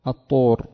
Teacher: اللام أبدلت حرفا من جنس ما بعدها وأدغمت فيه